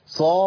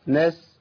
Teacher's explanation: لكن الفرق بينهم في الصفات، الصاد مطبقه ومستعليه. ايه الكلام ده؟ يعني تفخيمها عالي قوي، والسين حرف منفتح مستفل يعني رقيق ضعيف